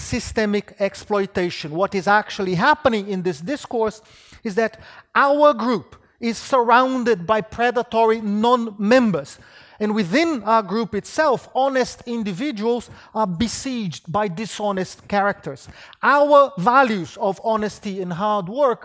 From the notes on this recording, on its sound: Wheelwright Memorial Lecture, presented by the Department of Political Economy at University of Sydney